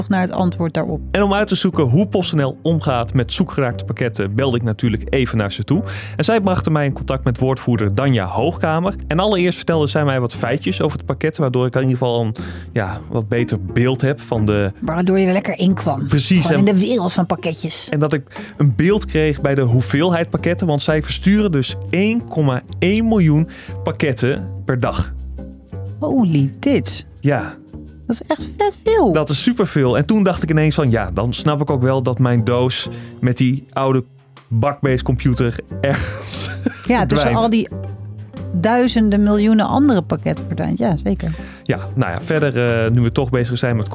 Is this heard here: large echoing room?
no